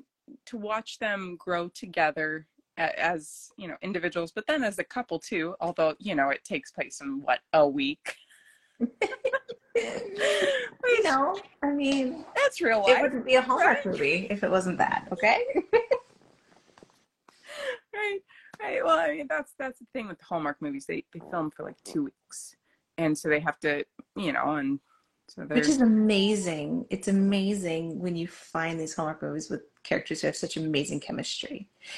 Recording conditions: poor sound quality